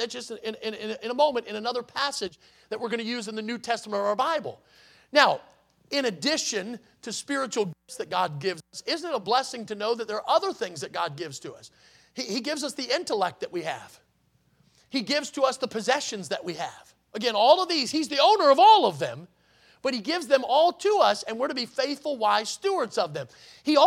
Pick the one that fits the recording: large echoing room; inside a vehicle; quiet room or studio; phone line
large echoing room